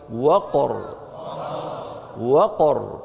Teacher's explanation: فتقلقل القاف بهدوء وتأتي بالراء أيضا بهدوء، وتعطي كل منهما حقه من التفخيم والزمن